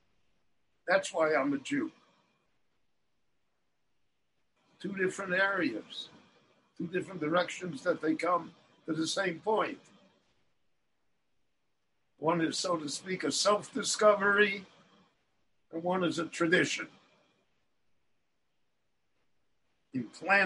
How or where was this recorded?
video call